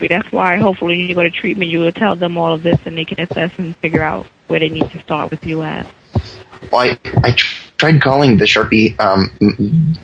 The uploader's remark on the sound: Prank Phone Calls